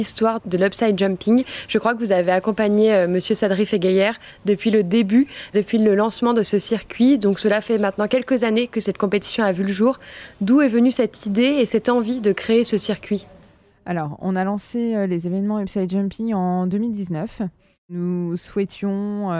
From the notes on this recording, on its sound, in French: À la découverte de l'Hubside Jumping de Grimaud. Je vous emmène vivre grâce à la magie de l’audio ce week-end de compétitions 3.